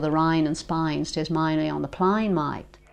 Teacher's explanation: it goes from A to I in Australia